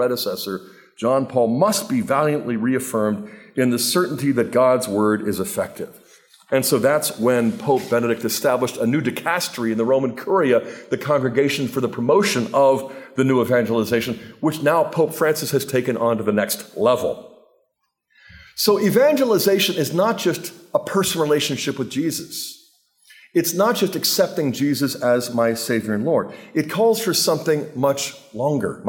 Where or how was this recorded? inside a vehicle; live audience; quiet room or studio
live audience